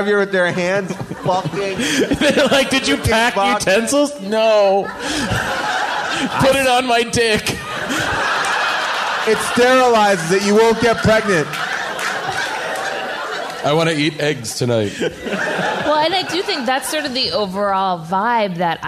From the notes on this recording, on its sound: In a very special podcast cross-over event. Recorded LIVE at Largo in Los Angeles. Audience Q&A.